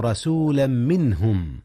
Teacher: هنا إدغام يا أستاذنا. أدغم تنوين رسولا في ميم منهم إدغاما بغنة